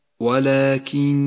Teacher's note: النون المشددة في كلمة ولكن الله يزكي من يشاء ولكن لونت النون بالأخضر لأنها تغن بمقدار حركتين